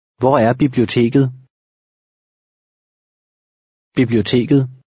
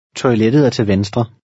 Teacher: the ET sounds like the Danish soft D.